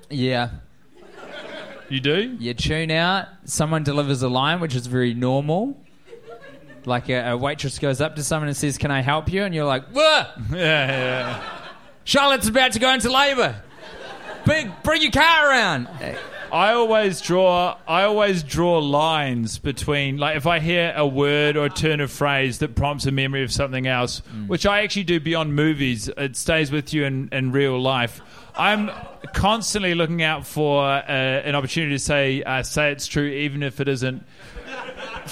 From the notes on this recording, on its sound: Live in Chicago. The fellaz have made it to the windy city – Chicago and are performing in front of a live audience who have travelled far and wide to be part of the adventure.